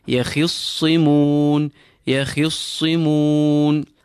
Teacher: And the sad is completely full. Yakhissimun.